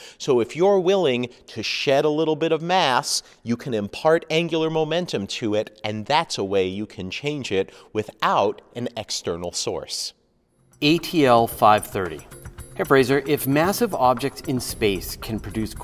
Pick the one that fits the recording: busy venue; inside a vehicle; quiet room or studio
busy venue